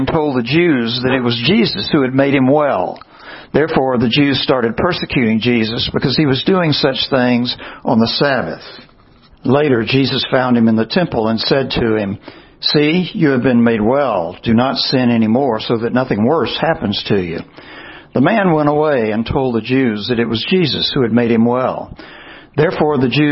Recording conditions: large echoing room